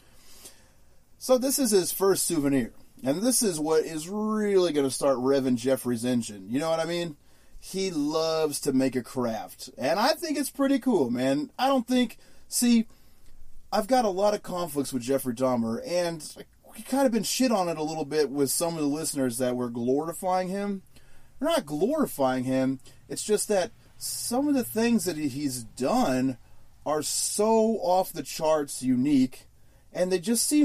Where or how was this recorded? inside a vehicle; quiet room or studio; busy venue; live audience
inside a vehicle